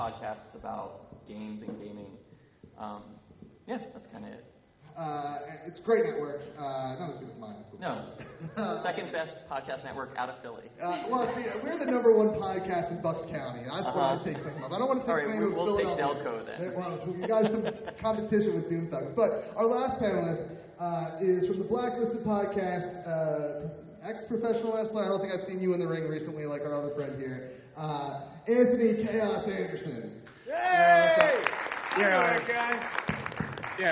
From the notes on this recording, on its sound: participate live at a weekend of panels at Wizard World Philadelphia